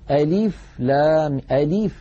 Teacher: بعض إخواننا يمطون كسرة اللام قليلا فيقولون ألف لام ألف من حرصهم الزائد.